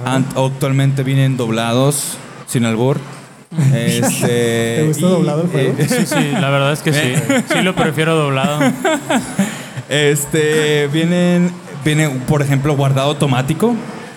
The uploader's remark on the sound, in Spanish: junto con la ayuda de nuestro increíble público en vivo